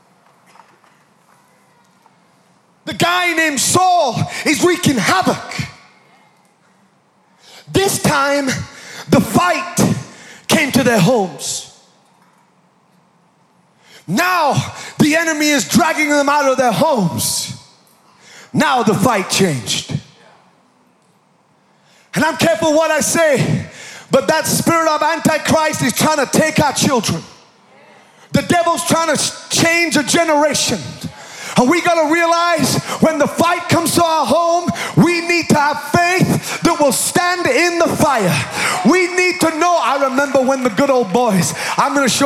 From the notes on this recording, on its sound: Recorded live at Planetshakers Church (Melbourne) on Sunday 4th of September 2023.